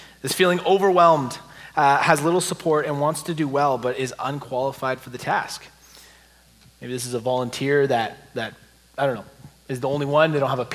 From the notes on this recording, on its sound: take questions at the Behold Him Worship Conference that was held on October 21st, 2023